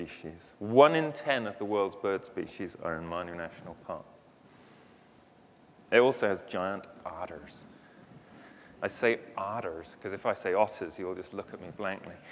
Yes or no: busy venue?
yes